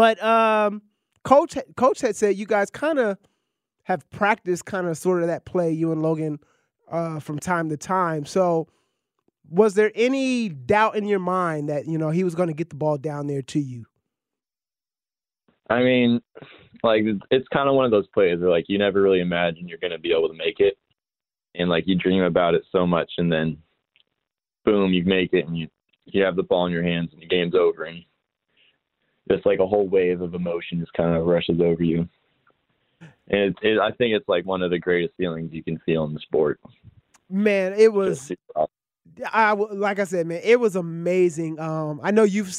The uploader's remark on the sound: Calls in during the show.